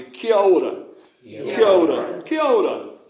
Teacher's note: it runs together a bit, doesn't it? Because that's how vowels function in virtually every Polynesian language. · Term: running it together